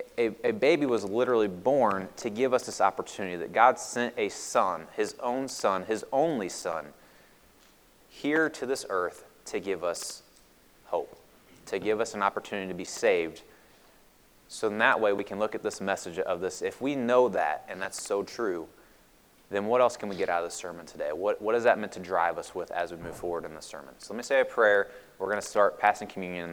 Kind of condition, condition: setting, large echoing room